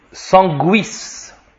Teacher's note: U forme diphtongue avec la voyelle suivante. Le groupe se prononce d'une seule émission de voix.